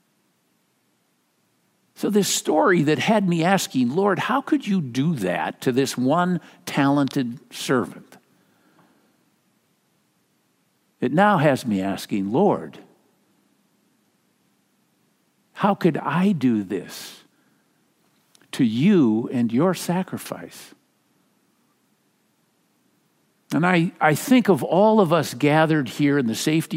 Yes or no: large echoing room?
yes